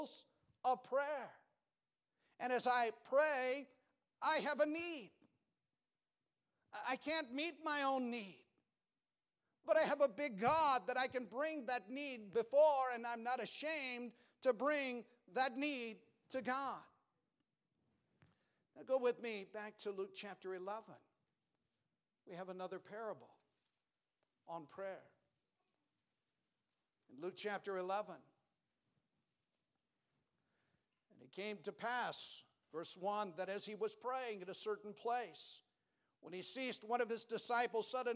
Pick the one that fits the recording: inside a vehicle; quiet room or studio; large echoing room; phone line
large echoing room